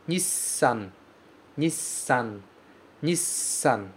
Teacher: quando o tsu pequeno acontece antes de um som como esse, sa, si, si, si, so, a gente vai fazer o S mais demorado.